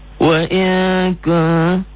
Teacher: nun mati atau tanwin ketemu kaf dan kop, ngnya banget